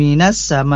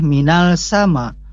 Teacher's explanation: untuk alif lam syamsiah ini jelas ya, harus diwasol saja langsung · Shown in: first take · minas sama, tidak boleh minal sama.